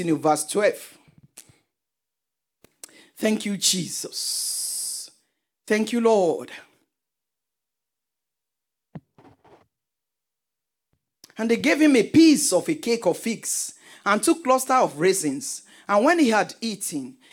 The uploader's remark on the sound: This teaching was extracted from our Live Church Service in Townsville